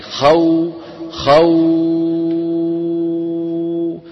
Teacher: لاحظوا ان حرف اللين اذا قطعنا اوله اللي هو الفتحة الباقي نفس صوت حرف المد، يعني خو خو.